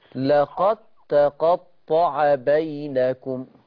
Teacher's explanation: خلي بالك هنا من إدغام الدال في التاء